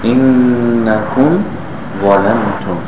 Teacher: The mim is pronounced clearly when followed by the wa.